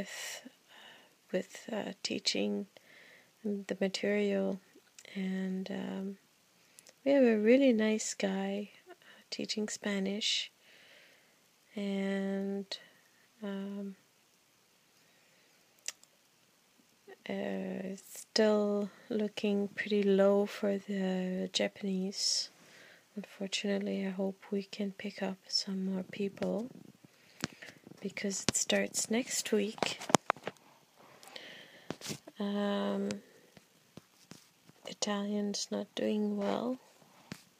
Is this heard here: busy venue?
no